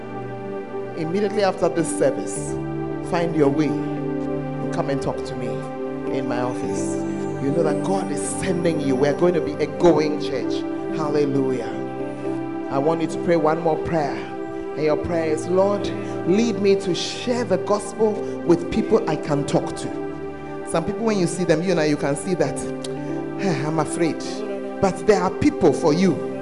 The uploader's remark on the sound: Preached at the First Love Center, Ayeduase